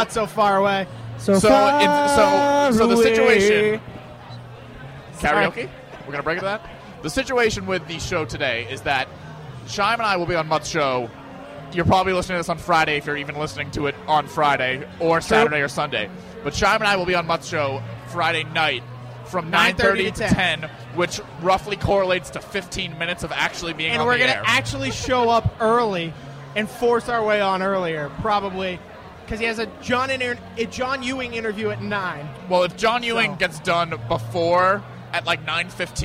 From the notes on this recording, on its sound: live at Lord Hobo Brewing